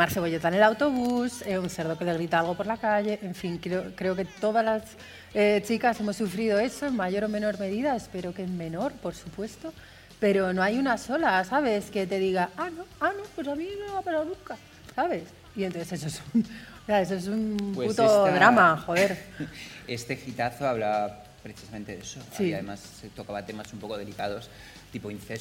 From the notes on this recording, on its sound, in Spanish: Grabado en vivo en las JPOD 2018 de Madrid.